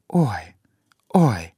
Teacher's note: И каждый произносится с одинаковой силой. А в английском «ой» — это 1 звук, сильный в начале. К концу он как бы теряет силу, устает. · Term: дифтонги